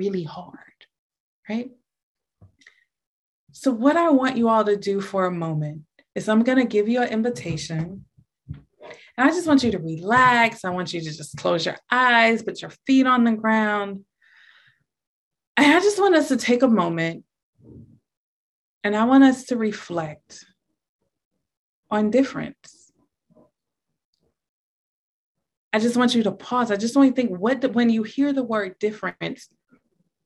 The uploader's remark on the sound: This is an audio recording from a Zoom meeting and may include language not relevant to a podcast setting.